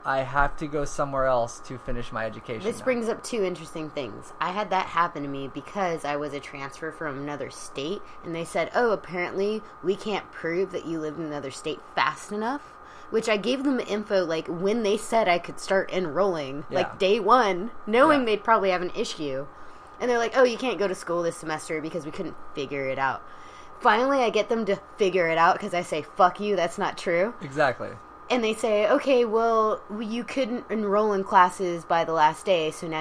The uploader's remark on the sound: First off sorry for the noise is the background. It was really hot so that is my AC keeping us cool for the podcast.